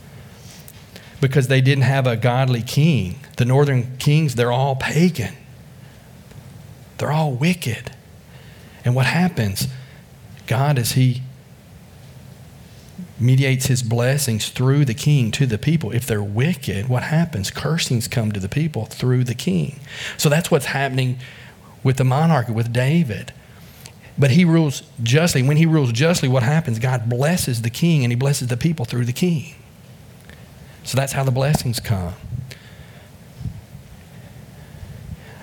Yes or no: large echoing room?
yes